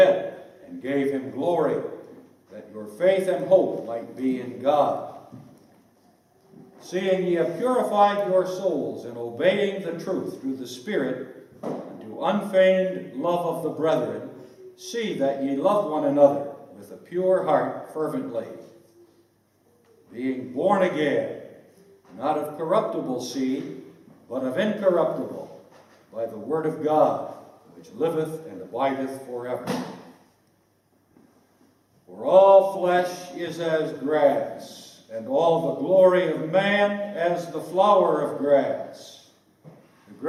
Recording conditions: large echoing room